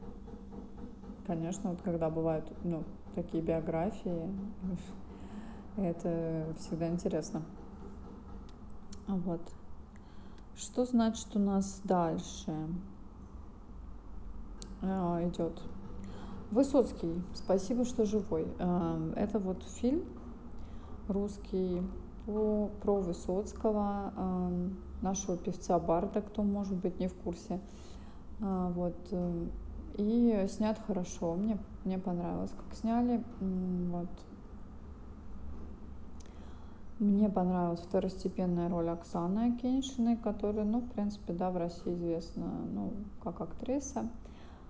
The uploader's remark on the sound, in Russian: Извиняюсь за звук стройки на заднем плане.